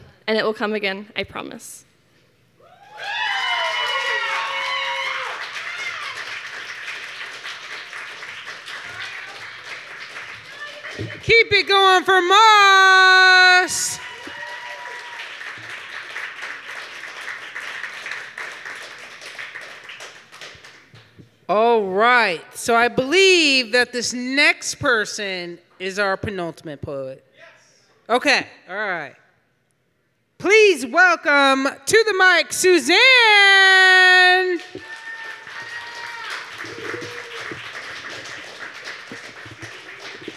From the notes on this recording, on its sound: This show was recorded live on April 4, 2022 at Yellow Cab Tavern, 700 E.